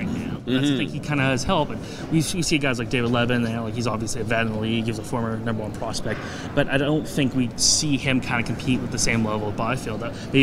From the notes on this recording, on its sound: Live from the CHL Top Prospects game in Hamilton